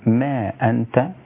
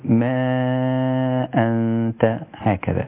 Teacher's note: المد مد منفصل مقداره حركتين، قصرا بالتوسط 4 حركات